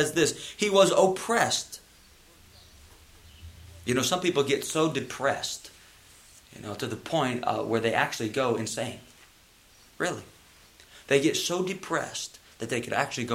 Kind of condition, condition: setting, large echoing room